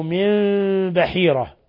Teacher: نون ساكنة جاء بعدها الباء الحكم التجويد إقلاب، حيث قلبنا النون الساكنة ميما مخفى